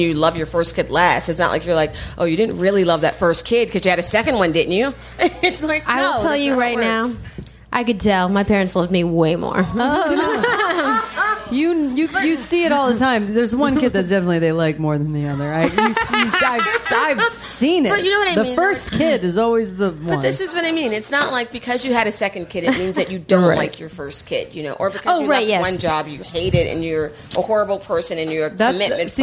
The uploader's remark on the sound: LIVE in DC